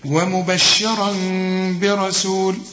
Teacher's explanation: إقلاب مع الإخفاء مع الغنة، فما أقفلش شفايفي